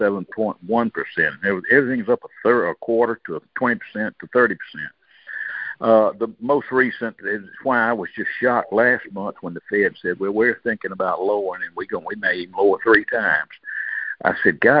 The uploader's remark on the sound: January 2024 Monthly Cotton Conference Call.